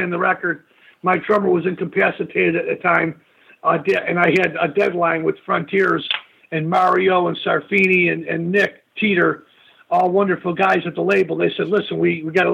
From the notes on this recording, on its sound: called